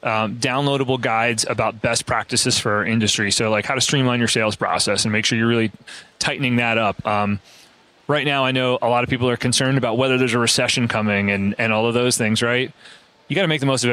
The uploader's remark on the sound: The final episode at Synkd LIVE 2023